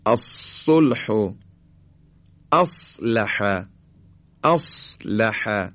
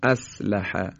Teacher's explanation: و اما حرف صاد، حرف صاد در حقیقت یک سین پرحجم و درشته، نوک زبان به همونجا برخورد میکنه اما یک مقداری از جلوی و سطح زبان به کام بالا نزدیک میشه و به این خاطر حرف صاد رو خیلی درشتر و پرحجم تر ادا میکنیم · Shown in: first take